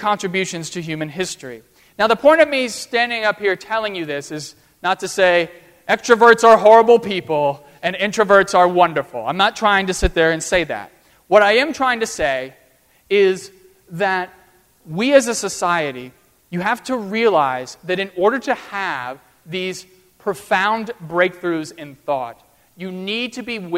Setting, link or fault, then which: setting, large echoing room